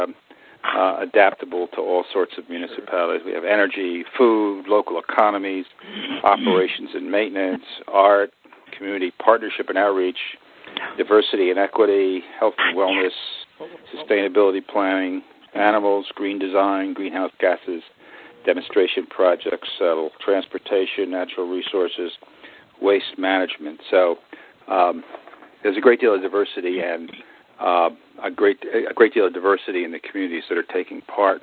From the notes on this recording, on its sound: Call recorded on January 13, 2011.